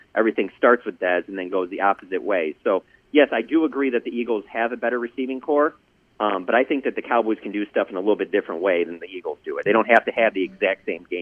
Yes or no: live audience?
no